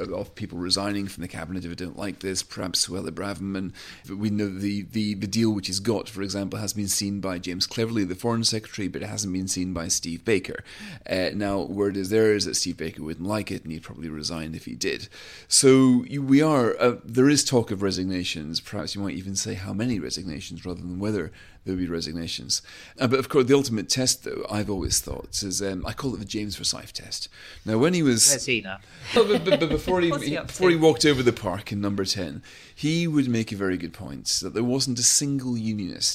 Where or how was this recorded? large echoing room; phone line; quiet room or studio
quiet room or studio